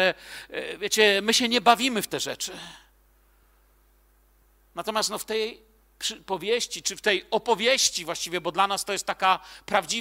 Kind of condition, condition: setting, large echoing room